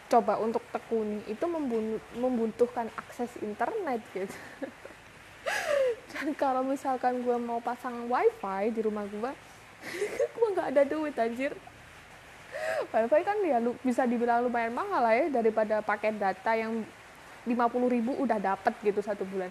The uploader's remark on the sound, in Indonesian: Maaf banget kalau audionya agak berisik soalnya pas record lagi ujan.